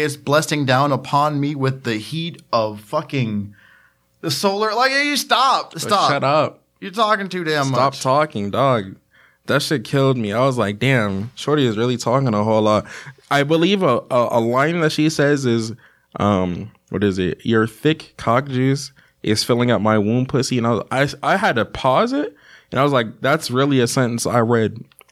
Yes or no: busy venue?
no